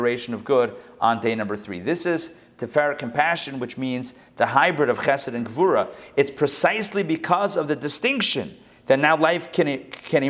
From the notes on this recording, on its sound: Recorded live at the Intown Jewish Academy on April 10, 2022